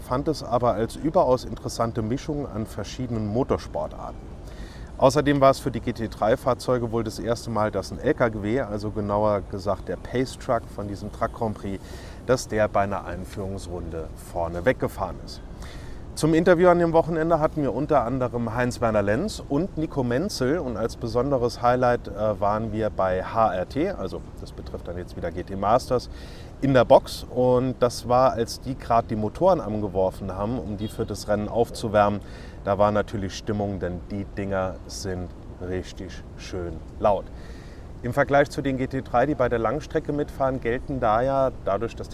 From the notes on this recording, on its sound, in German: aufgenommen bei herrlichem Wetter im Central Park in New York